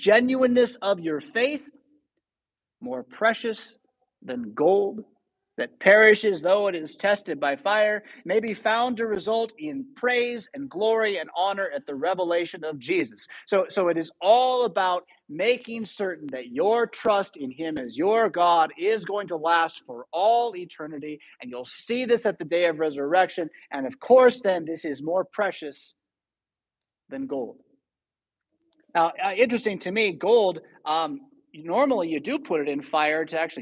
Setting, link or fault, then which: setting, large echoing room